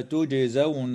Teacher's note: الجيم في كلمة تجزون حكمها القلقلة في الحالين